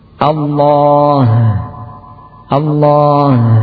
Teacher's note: membuat qalqalah pada ha